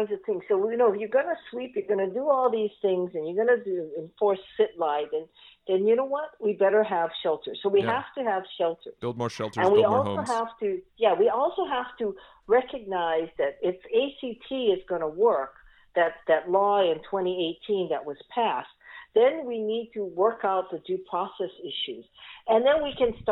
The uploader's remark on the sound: hop on the phone